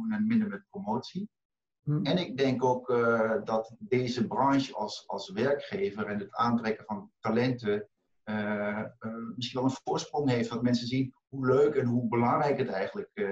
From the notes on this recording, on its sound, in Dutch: De podcast is oorspronkelijk opgenomen als videopodcast en mogelijk van iets mindere geluidskwaliteit dan u van ons gewend bent.